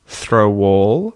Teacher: I'm linking throw and all with a W sound, throw wall.